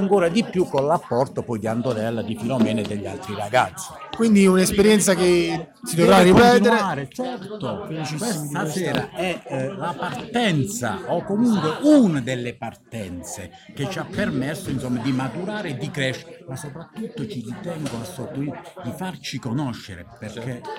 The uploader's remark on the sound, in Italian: Open mic post spettacolo.